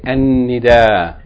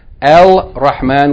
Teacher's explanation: we don't pronounce the Lam, but rather we double the sun letter instead of the Lam · Shown in: first take · right? So the reason why there's a Shadda here is because this is from the sun letters.